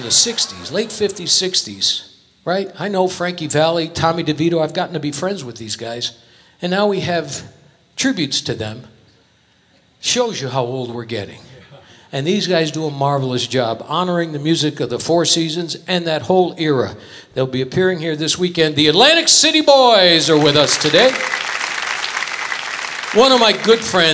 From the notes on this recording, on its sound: Live at the SouthPoint Casino.